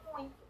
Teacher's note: o ditongo subsequente ele é nasalizado · Term: nasalização progressivo